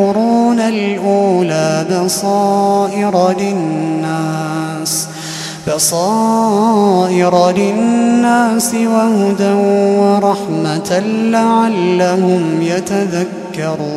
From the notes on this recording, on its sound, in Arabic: تسجيلات من صلاة التراويح لشهر رمضان عام 2016.